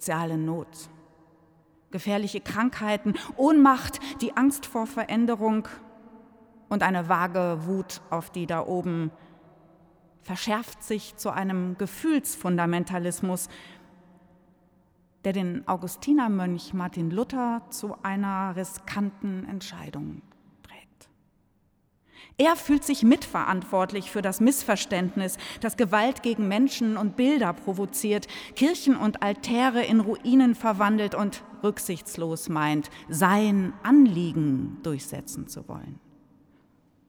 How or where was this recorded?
large echoing room